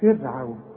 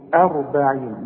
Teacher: رقق الراء بتاعت فرعون وفخم الراء بتاعت أربعين